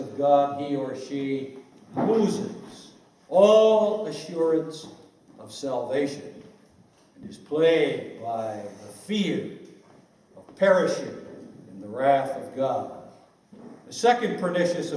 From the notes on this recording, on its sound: This speech was given at the 2014 British Reformed Fellowship Conference, hosted in Scotland.